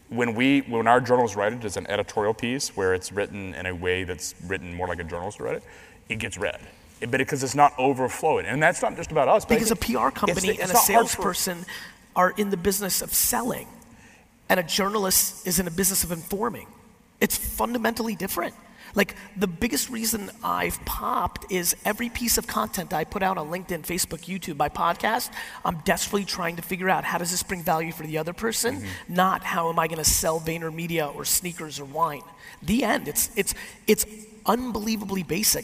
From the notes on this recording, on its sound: a keynote I did a few weeks back at Transparency19 WavesSide Chat